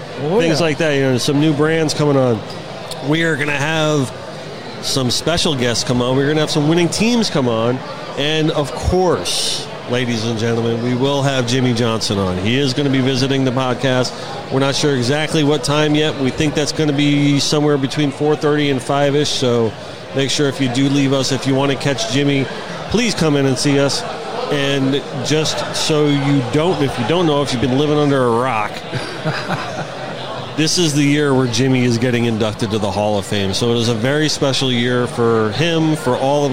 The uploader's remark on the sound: Join us for this very special LIVE edition of The Connected By Water Podcast. We were able to sit down at the after party of the world's greatest billfish tournament, the Jimmy Johnson Quest for the Ring! Filmed and recorded at the Seminole Hard Rock Hotel and Casino's beautiful and famous new guitar hotel.